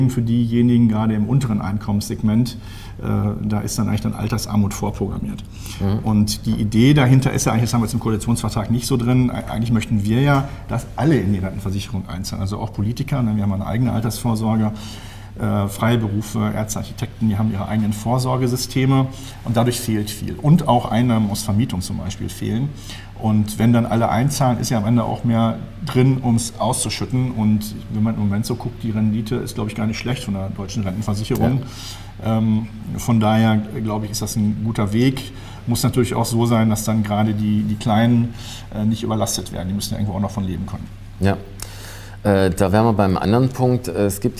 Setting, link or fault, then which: setting, busy venue